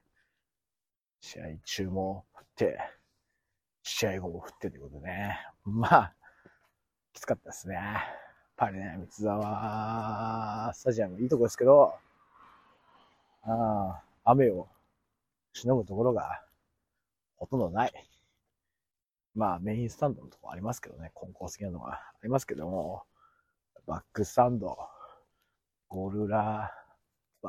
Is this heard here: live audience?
no